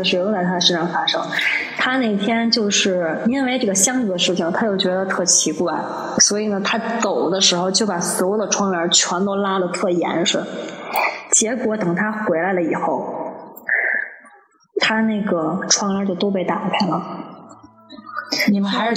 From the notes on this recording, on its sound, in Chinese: 本次声音录制因设备原因音质受损